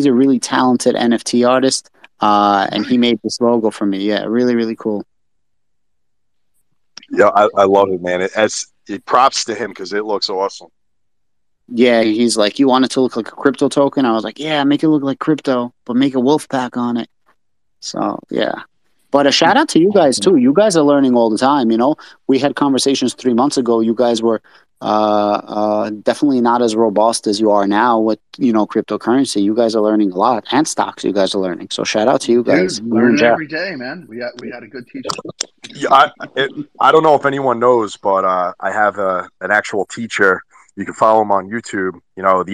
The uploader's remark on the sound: recorded on Twitter Spaces